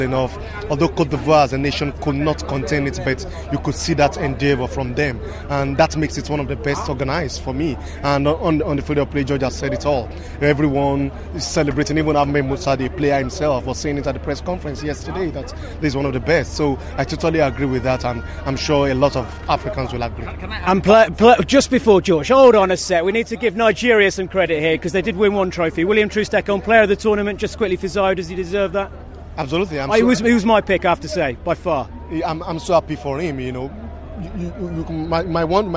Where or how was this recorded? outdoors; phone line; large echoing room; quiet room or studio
outdoors